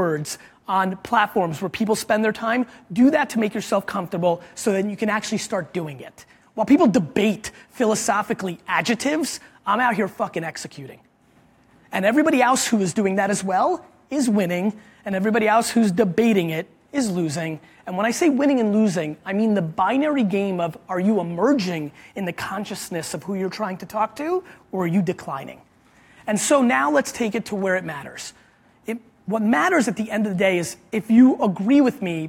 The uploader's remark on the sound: This was a really cool keynote I did at Animoto's marketing summit last week.